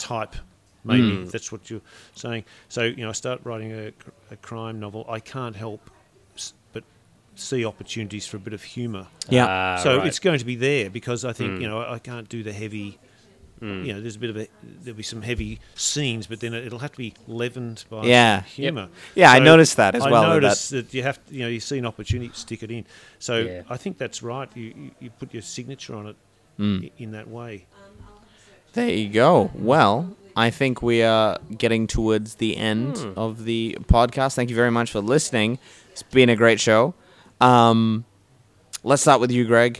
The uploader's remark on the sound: Recorded live at the Brunswick Street Bookstore.